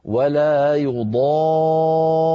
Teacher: ولا يضار لابد من أن نقف بقوة على الراء، أحببت تسموها بيان المشدد، أحببت تسموها نبر